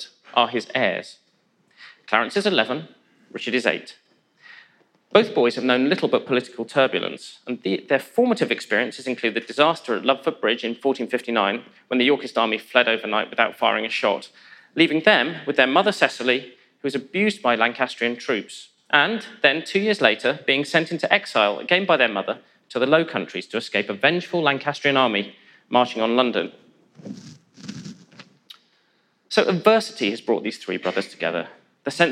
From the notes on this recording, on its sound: In a lecture he delivered at our 2019 BBC History Magazine History Weekend in Winchester